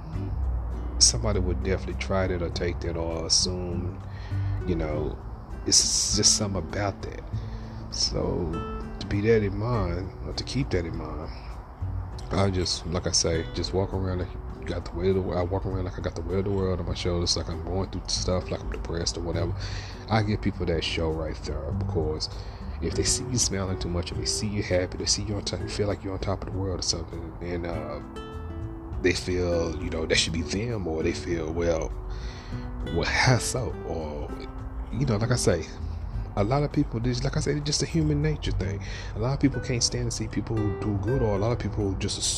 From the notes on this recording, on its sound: In the episode we're coming live from under a night sky.